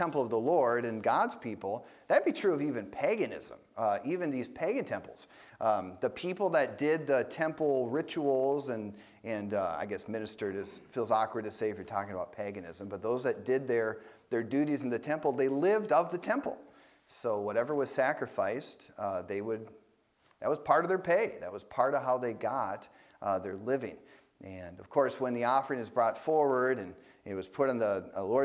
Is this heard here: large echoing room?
yes